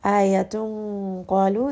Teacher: Merge these together and make sure the ikhfa is heavy because the letter qaf is heavy.